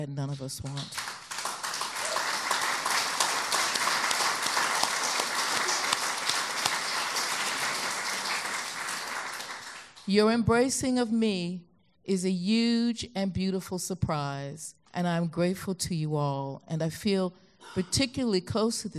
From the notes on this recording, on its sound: speak to a live audience